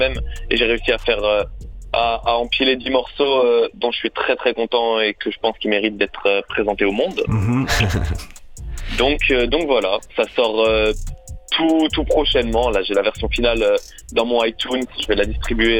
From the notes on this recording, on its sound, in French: Dans cette émission nous contacterons en direct plusieurs artistes par téléphone.